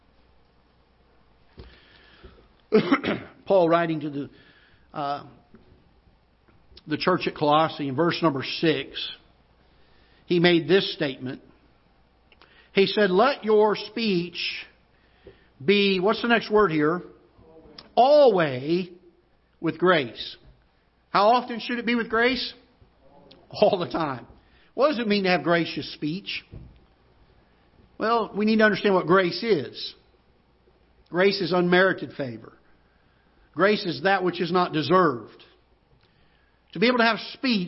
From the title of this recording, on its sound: Ketha Heights Baptist Church ~ Live Broadcast